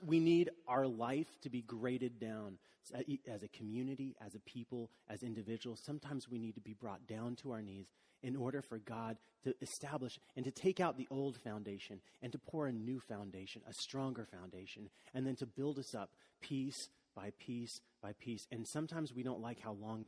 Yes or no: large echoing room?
yes